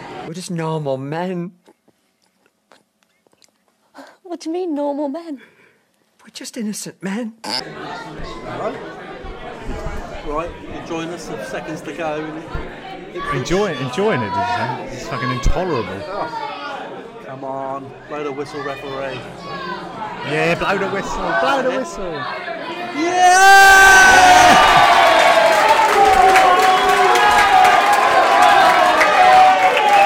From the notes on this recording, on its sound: This episode was recorded in front of a live studio audience (sort of).